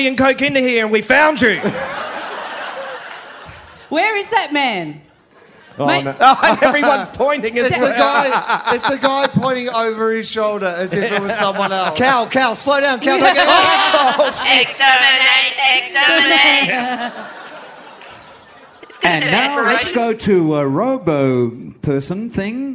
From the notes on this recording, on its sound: from the 2017 Sydney Just For Laughs Festival